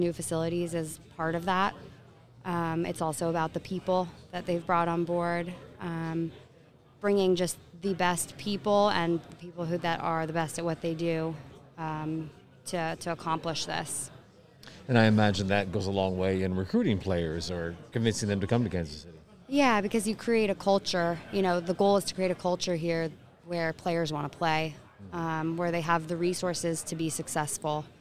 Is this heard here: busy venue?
yes